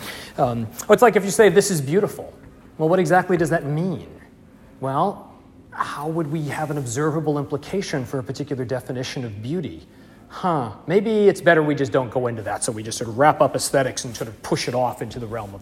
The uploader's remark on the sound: Audio and slides from the second lecture in the series, delivered 18 February 2020 in Bamberg, Germany